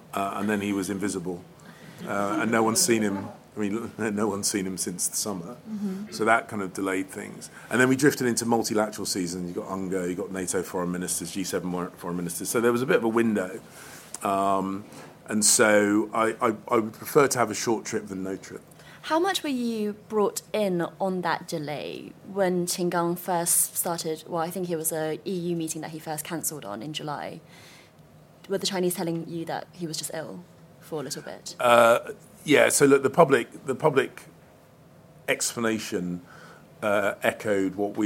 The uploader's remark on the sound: live from Conservative party conference